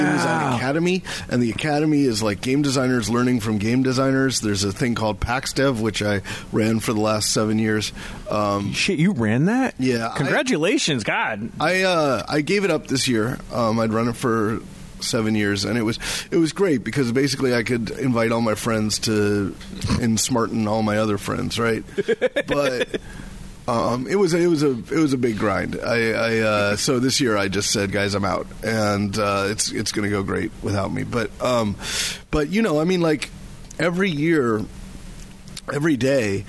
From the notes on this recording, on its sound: This episode was recorded at Wizards Keep Games in Renton